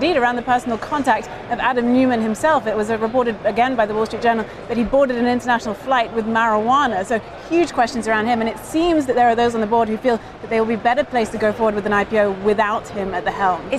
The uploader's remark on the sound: live from the New York Stock Exchange